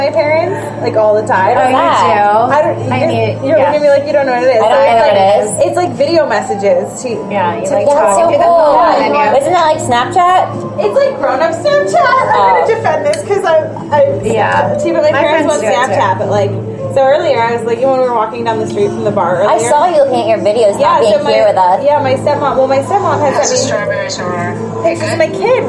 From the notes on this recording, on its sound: Recorded live at the Buzz Advocacy Summit.